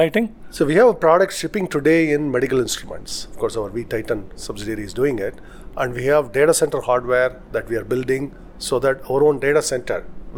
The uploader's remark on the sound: Speaking with Forbes India at the company’s annual Zoholics conference. In Bengaluru.